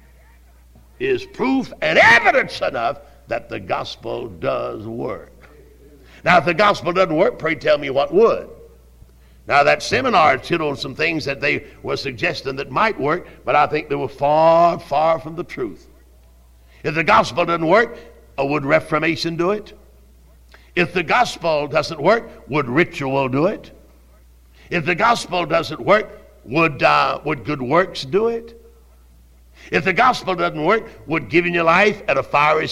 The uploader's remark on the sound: Originally preached at Tabernacle Baptist Church in Greenville, SC on January 28, 1972.